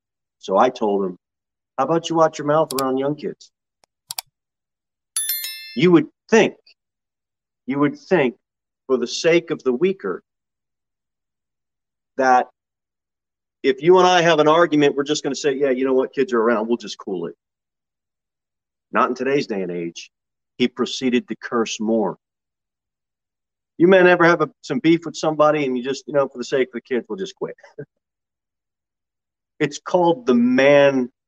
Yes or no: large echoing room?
yes